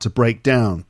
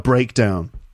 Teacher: if it's a verb, we stress the second part · Shown in: first take · to break down.